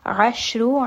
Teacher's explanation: ayn is going to be from the middle of the throat. And then sheen is going to have the fashi.